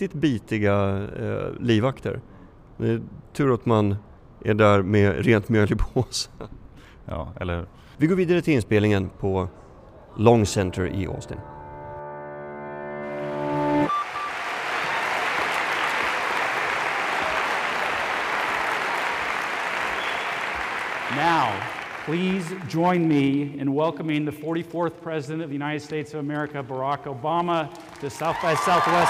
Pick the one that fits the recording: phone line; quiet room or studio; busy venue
busy venue